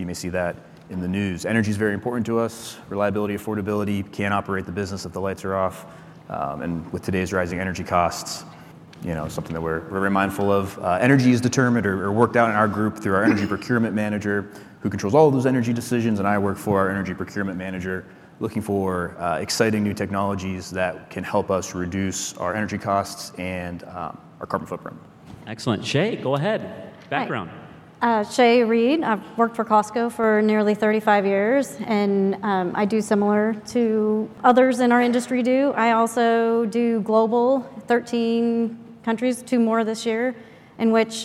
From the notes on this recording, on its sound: Live from NEXT 2023. We're taking a peek at our live Q&A energy manager panel.